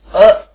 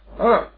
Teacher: Along with it, sarvesham swaranam api anunasika prabhedaha bhavati. Example, a iti kevalam mukhena uchcharyate saha ananunasikaha athava niranunasikaha · Shown in: first take · Both of them are synonyms.